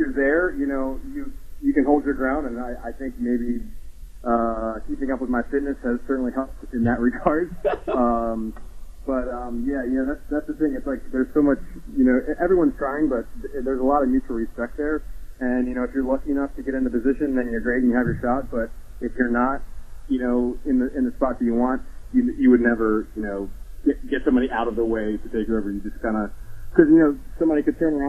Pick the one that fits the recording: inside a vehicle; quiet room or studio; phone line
phone line